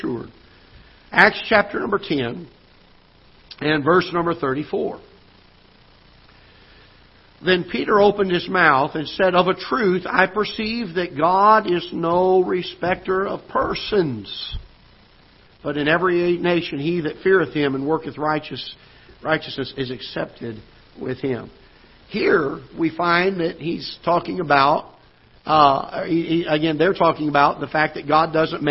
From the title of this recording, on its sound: Ketha Heights Baptist Church ~ Live Broadcast